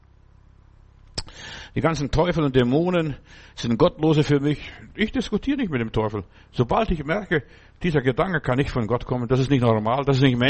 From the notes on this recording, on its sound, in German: Oktober 2023 im Gemeinde-Zentrum in Berlin aufgenommen.